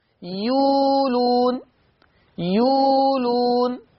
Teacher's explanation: ابدال الهمز الساكن في كلمة يؤلون، كلمة يؤلون تقرأ يولون